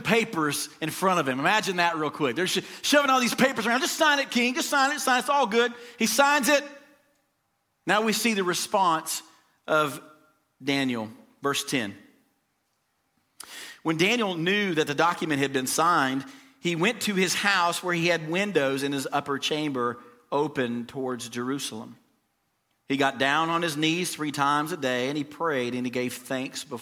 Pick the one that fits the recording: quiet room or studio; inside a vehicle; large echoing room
large echoing room